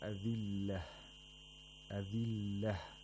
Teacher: أذله، we have a ta مربوطة here, which means that we have وقف الإبدال. We have to pronounce the ta مربوطة like a ha if we stop on this word.